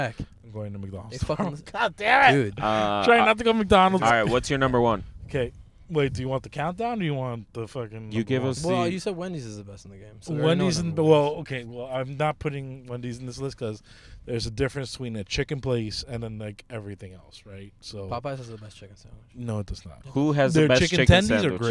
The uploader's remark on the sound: We are in the car. Recorded at Thank You Miami.